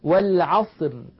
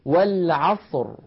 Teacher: الراء عند الوقف عليها ساكنة، وقبلها صاد ساكنة، وقبلها فتحة، فتحة العين، إذا نفخمها · Shown in: second take